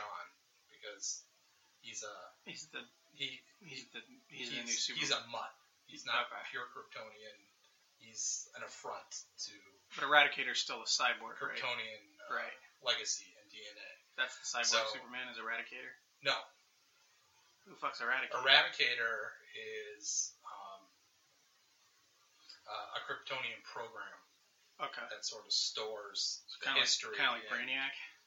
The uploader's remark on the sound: At his home office. There are some audio difficulties in this episode as we still need to tweak our “live” recordings.